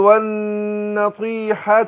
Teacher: النون هنا مشددة هتاخد غنى حركتين